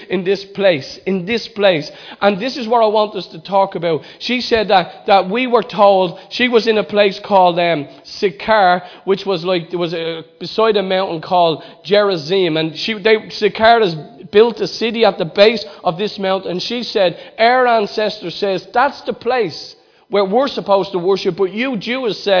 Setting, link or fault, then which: setting, large echoing room